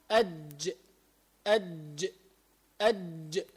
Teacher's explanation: من وسط اللسان مع ما يحاذيه من وسط الحنك الأعلى يخرج منه الجيم ثم الشين ثم الياء